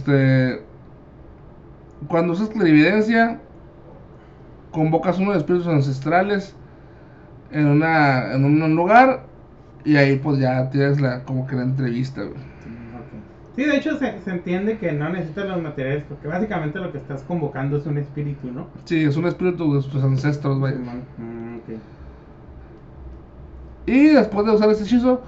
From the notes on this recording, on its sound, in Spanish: en este masl grabado podcast